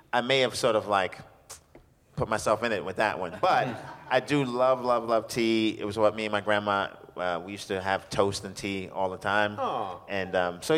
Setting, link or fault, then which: setting, busy venue